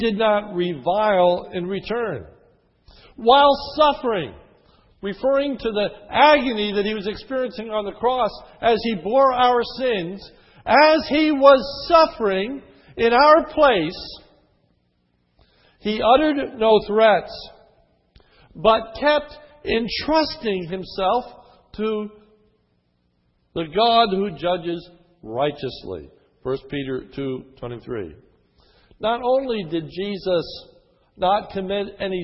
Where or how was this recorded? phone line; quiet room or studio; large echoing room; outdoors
large echoing room